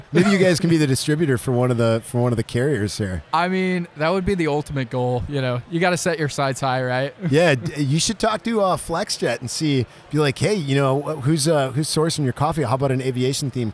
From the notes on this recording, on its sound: live from TPNx